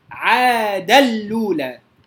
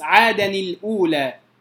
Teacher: طيب الكلمة الثانية في المستثنيات بخلف، عادني الأولى، يقرأها الإمام ورش عاد الأولى، يدغم التنوين في اللام، يدغم التنوين في اللام ولا يكسر التنوين للتخلص من التقاء الساكنين · Shown in: first take · عاد الأولى ليس كحفص عادني الأولى، عادني الأولى لا قرأ عاد اللولى.